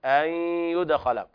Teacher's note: إدغام بغنة لوقوع الياء بعد النون الساكنة، أن يدخل، وهنا إدغام بغنة ناقص لأن الياء مخففة. · إذا وجدت بعد النون الساكنة حرف مخفف في من حروف الإدغام دل على أنه إدغام ناقص، وهم عند الواو والياء فقط، ولذلك عرية النون من الشكل، والحرف الذي يليها يكون مخففا، دل ذلك على نقصان الإدغام، يعني ذهبت النون وبقي أثرها وهو الغنة، فالغنة أنقصت من كمال التشديد.